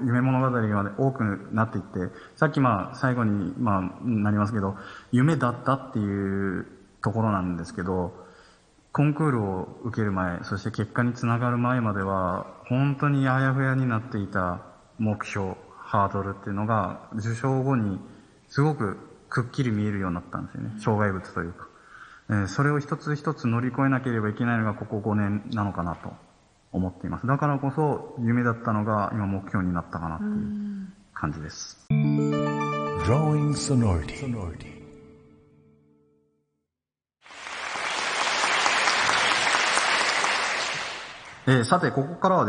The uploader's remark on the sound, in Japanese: 常翔ホール公開収録。